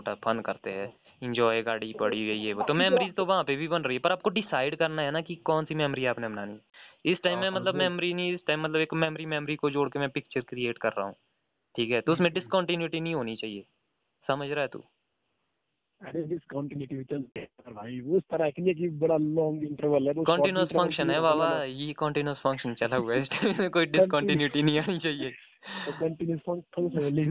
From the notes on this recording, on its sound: A phone talk